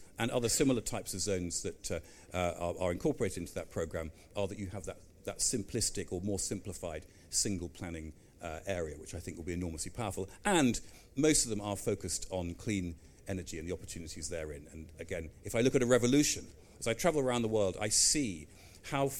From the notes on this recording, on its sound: a keynote speech, delivered live at the EG Pavilion at MIPIM 2023